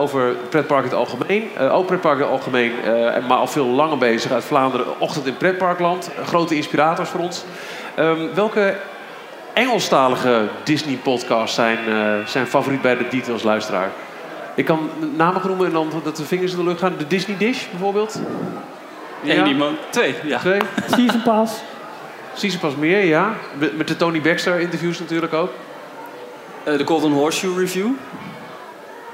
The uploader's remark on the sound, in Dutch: Live vanuit VUE Cinemas in Hilversum. Het aanwezige publiek van vaste luisteraars.